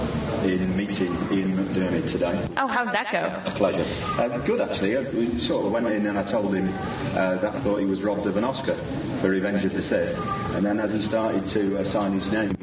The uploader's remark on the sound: At Star Wars Celebration VI. Recorded a live show in the Collectors' Social Area. Some popping sounds that were minimized as much as possible during editing. As this was a live performance "the show must go on" while technicians worked to resolve the problem. The audio problems are resolved by 4 minutes into the show.